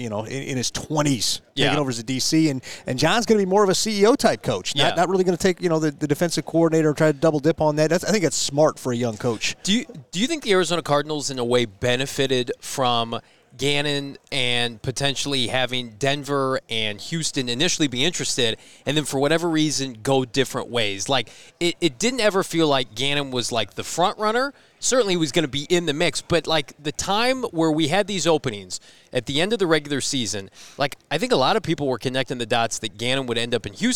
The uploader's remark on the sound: LIVE from the NFL Scouting Combine.